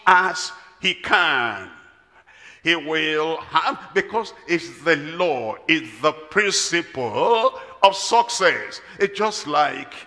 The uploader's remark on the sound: live at Ogbomosho, Nigeria